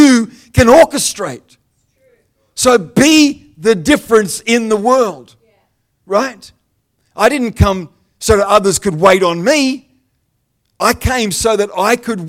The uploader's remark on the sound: The live stream of Destiny Church Atherton.